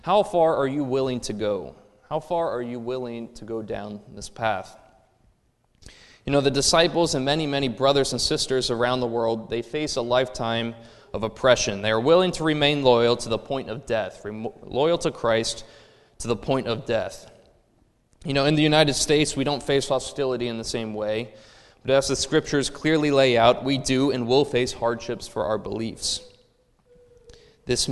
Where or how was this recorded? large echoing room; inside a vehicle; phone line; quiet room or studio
large echoing room